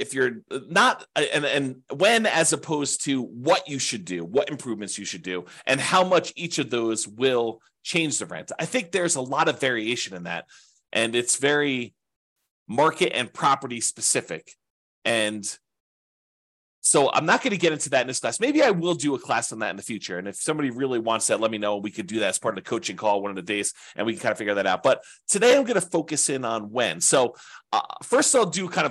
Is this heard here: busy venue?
no